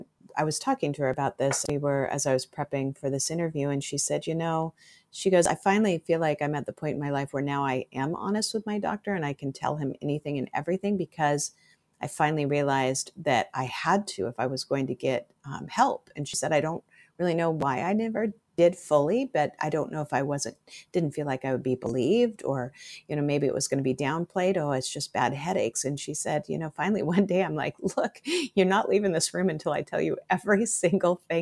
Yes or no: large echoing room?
no